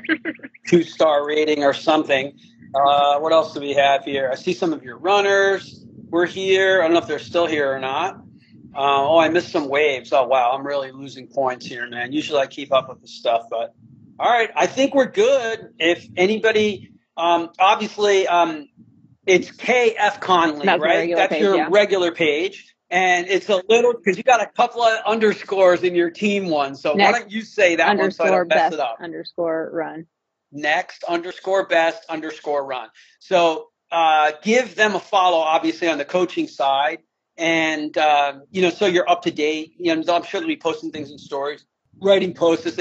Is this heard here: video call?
yes